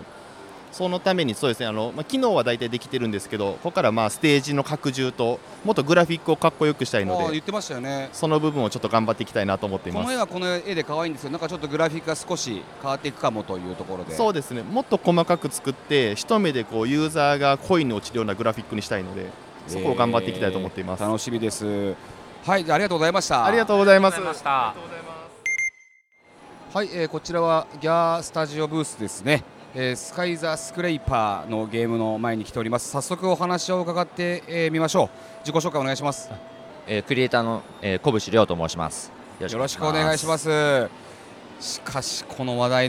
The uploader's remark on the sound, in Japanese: 東京ゲームショウ2023。2日目のビジネスデイの現場からお届けします。インディーゲームコーナーを散策しつつ。